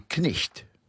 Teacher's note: pronouncing the K and with the G-H as a H, knicht. And we know because there's a modern German word, knecht, which means a lad.